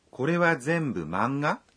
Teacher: Karena Anda telah menghilangkan deska, yang mengindikasikan sebuah pertanyaan, pastikan untuk mengatakannya dengan intonasi menanjak.